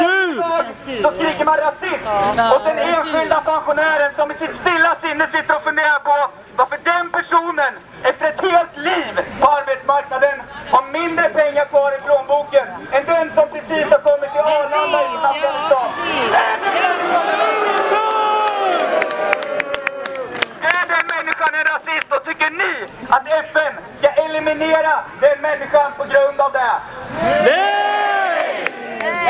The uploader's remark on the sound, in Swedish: talar på Mynttorget 8 december 2018